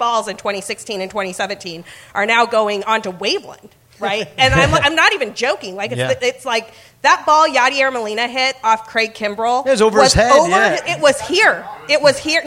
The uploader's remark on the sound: Live From Gman Tavern in Chicago!